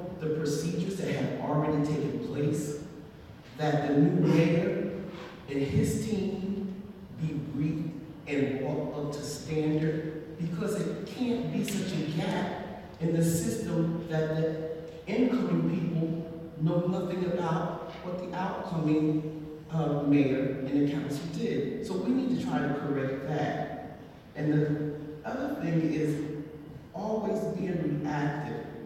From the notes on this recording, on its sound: Raw audio recording of the Trenton NJ City Council meeting.